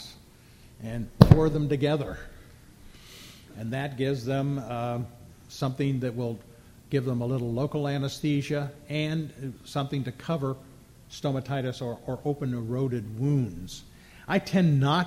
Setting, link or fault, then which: setting, live audience